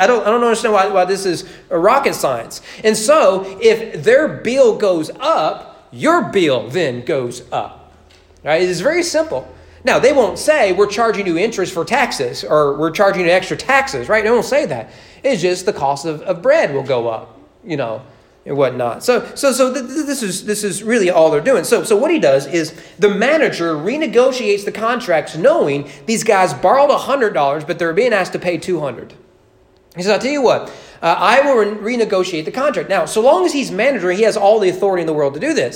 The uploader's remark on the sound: Sermon preached at East Frankfort Baptist Church